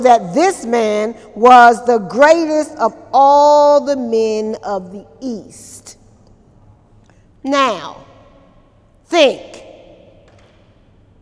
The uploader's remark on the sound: During Wednesday night service on August 15, 2018